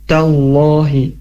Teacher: huruf ta yang berharokat fathah ketemu dengan lafaz Allah, maka dibacanya tebal ya huruf lamnya. Tallahi, jangan Tallahi, Tallahi, tapi tebal.